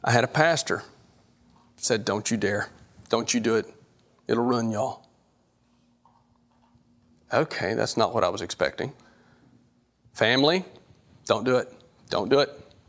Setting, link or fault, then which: setting, large echoing room